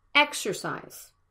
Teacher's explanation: The first vowel is a stressed syllable, and the next one is a schwa